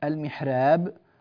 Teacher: كلمة المحراب الراء فيها راء مرققة، راء مرققة وليس فيها تقليل